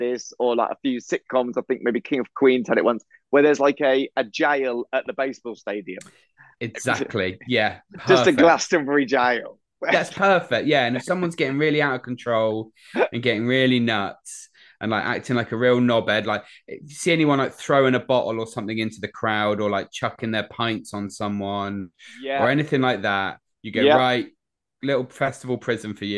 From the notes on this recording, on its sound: this episode was recorded over zoom.